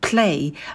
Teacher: На p добавляйте придыхание, и у нас два звука идут вместе – p и l. Чтобы вам было удобнее, то когда произносите звук p, язык уже поставьте на альвеолы, подготовьтесь к звуку l.